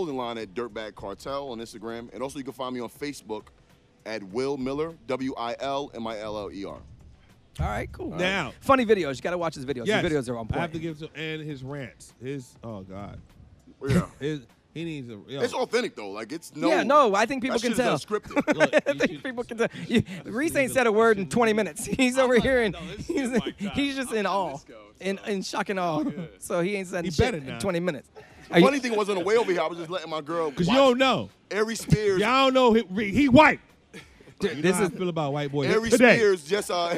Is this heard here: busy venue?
yes